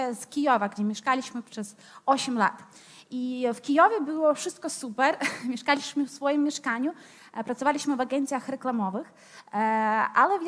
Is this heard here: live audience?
yes